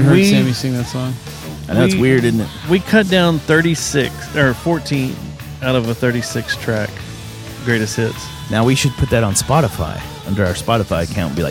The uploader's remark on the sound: recorded an episode late one night while driving home from SXSW